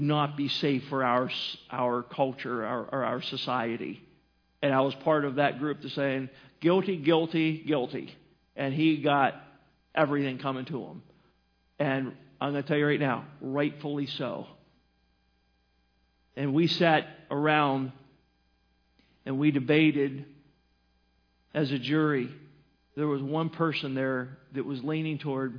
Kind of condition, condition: setting, large echoing room